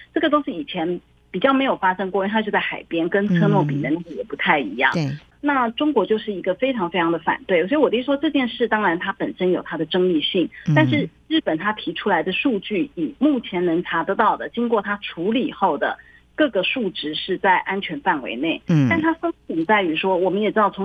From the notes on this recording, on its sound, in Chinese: 連線訪問中央社駐上海記者